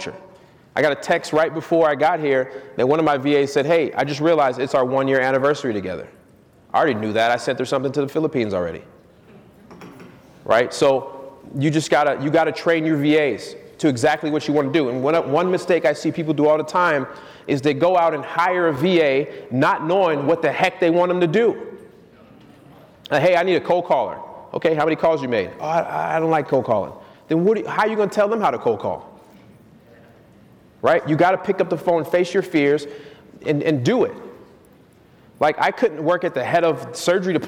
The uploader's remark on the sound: Keynote speech at Wholesaling Summit 2018